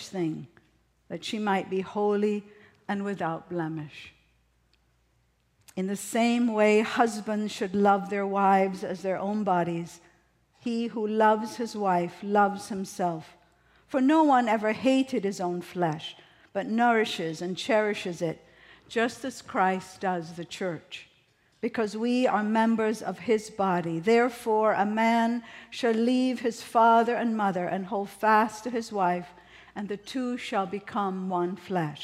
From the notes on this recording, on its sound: at the August 20, 2023 Sunday morning services of Boca Raton Community Church in Boca Raton, Florida